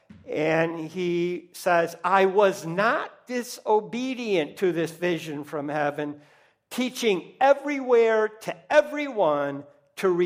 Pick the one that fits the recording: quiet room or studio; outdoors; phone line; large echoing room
large echoing room